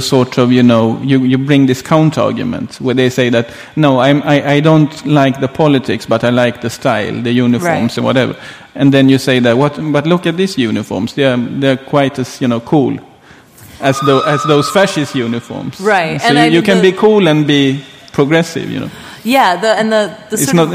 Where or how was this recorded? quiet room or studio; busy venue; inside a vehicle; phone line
busy venue